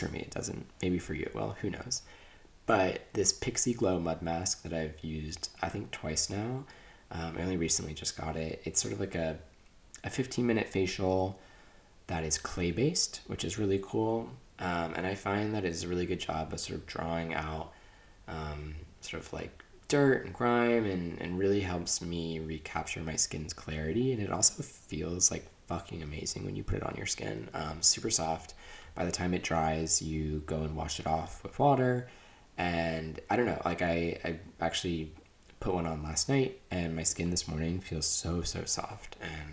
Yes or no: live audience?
no